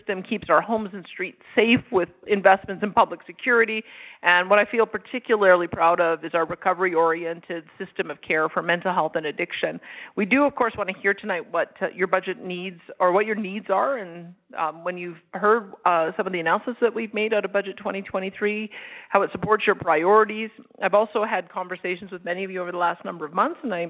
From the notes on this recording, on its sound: Budget 2023 Telephone Town Hall. Held an interactive telephone town hall.